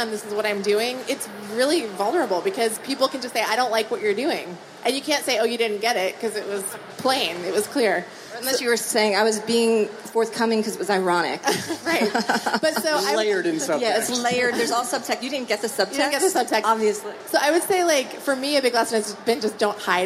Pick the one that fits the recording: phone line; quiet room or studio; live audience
live audience